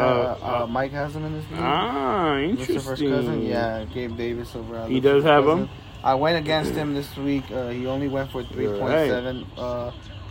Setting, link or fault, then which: fault, phone or laptop microphone